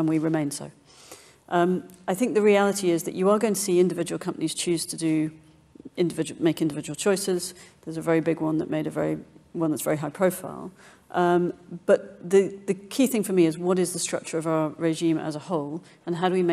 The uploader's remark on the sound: Recorded in front of a live audience.